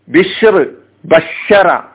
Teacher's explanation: നാവിന്റെ ഏകദേശം മധ്യഭാഗം മധ്യഭാഗം തന്നെയാണ് തൊട്ടു മുകളിൽ അണ്ണാക്കും · Term: ഷീന്